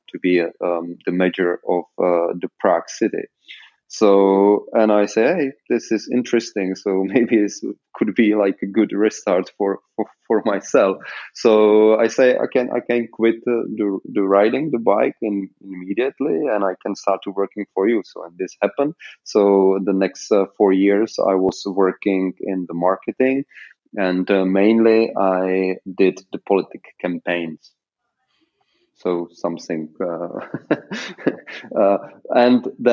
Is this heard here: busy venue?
no